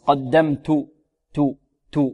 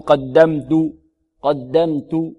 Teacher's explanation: التاء هنا مهموسة سواء كانت متحركة أو ساكنة · Shown in: first take · قلنا إن الصفة تكون أوضح في الحرف إذا كان ساكنا.